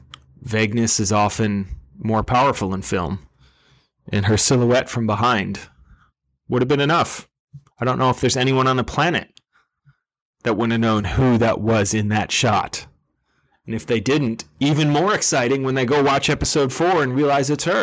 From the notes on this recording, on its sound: Apologies for the clipped audio. I tried a new setup.